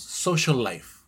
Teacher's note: Pero no vamos a replicar, no vamos a decirlo dos veces, social life, simplemente lo unimos